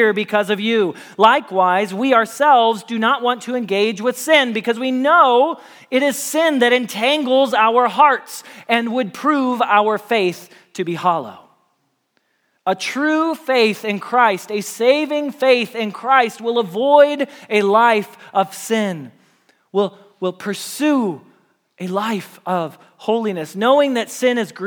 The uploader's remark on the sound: Message Preached at Valley Creek Church